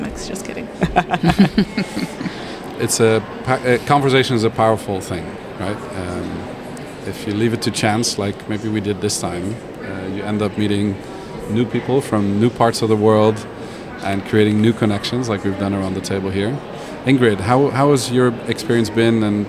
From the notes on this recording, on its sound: Live PODcast recording with special guests onsite at #IMEX23 - Live from IMEX Frankfurt. This onsite series features spontaneous conversations with #IMEX23 visitors, speakers, Event Design Enthusiasts and Certified Event Designers (CED'ers).